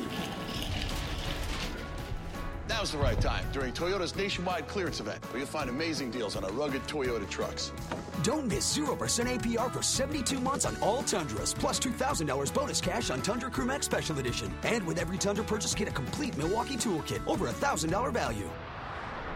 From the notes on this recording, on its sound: go live from Floyd Casey Stadium